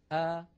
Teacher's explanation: هكذا الهمزة تخرج من أقصى الحلق